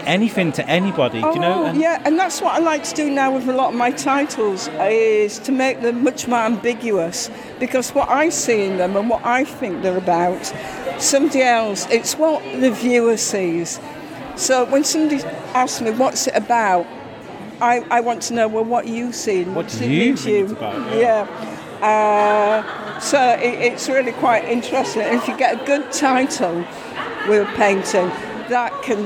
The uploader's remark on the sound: Mic in-hand is here to speak to some of those artists. There are hundreds of displays exhibited throughout Shrewsbury. Good thing I had the trusty mic to remind me about what was said.